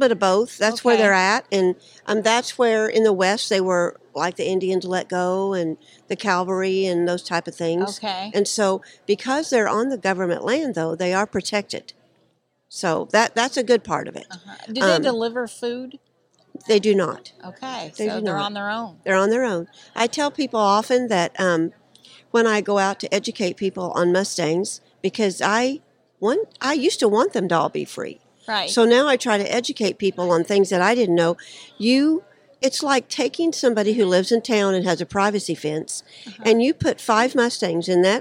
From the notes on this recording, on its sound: at Equifest of Kansas 2023